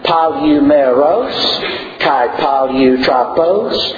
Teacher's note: staccato short vowels preceding a long vowel